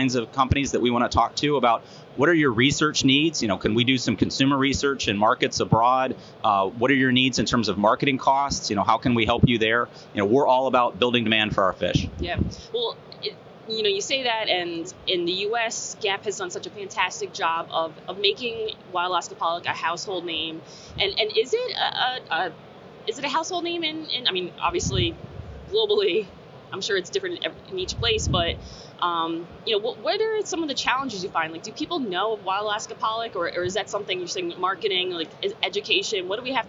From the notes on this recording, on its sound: Live From Seafood Expo Global.